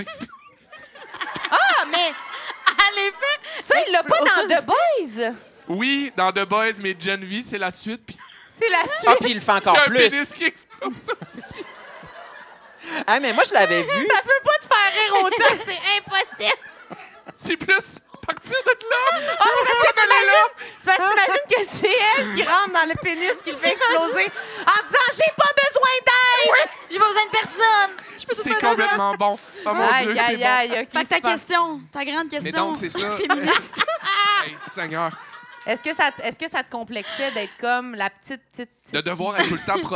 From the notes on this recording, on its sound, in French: lors de ce LIVE au Lion d'Or de Montréal